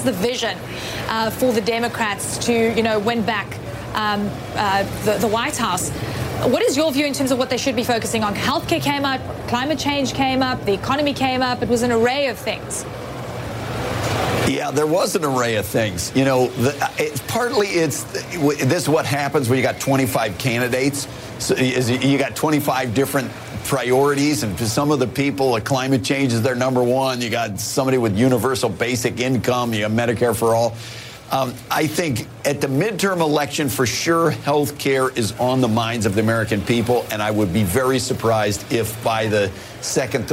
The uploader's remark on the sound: live from the New York Stock Exchange